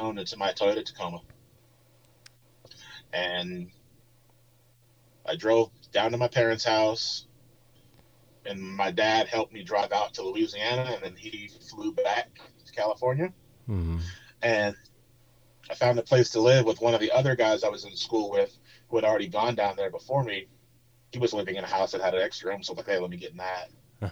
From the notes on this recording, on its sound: I do apologize for the sound quality as he was in the middle of no where in west Texas during the recoding!